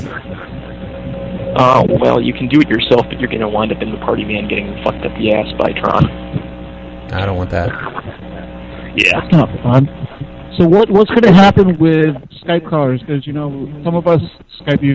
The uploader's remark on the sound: …'s Personal Prank Phone Calls Collection.